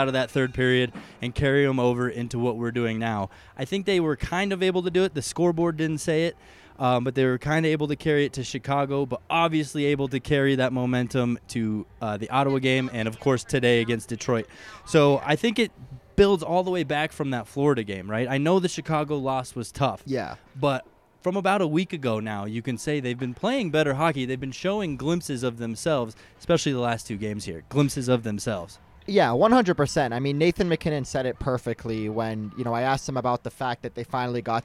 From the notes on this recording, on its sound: live-from-Ball-Arena edition of Hockey Mountain High